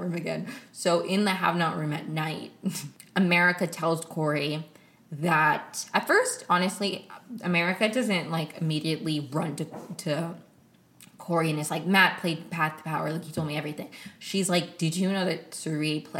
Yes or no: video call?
no